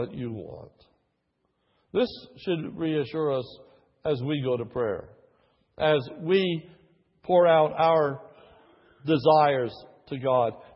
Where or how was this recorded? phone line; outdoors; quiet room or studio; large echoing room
large echoing room